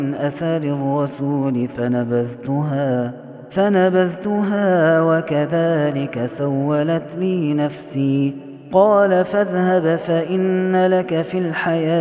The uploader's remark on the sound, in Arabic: هذا التسجيل من صلاة التراويح